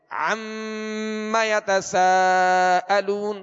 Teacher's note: میم پر کیا ہے تشدید ہے تو اس میں غنہ کریں گے. تو نون اور میم جب بھی مشدد ہوں تلاوت کے دوران، جب بھی مشدد ہوں گے تو ان میں ایک الف کی مقدار میں غنہ کریں گے.